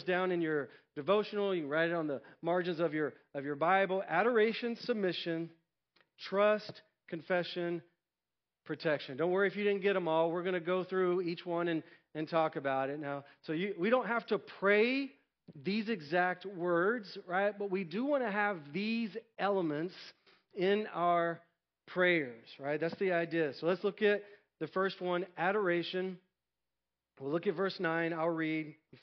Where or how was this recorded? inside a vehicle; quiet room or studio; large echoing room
large echoing room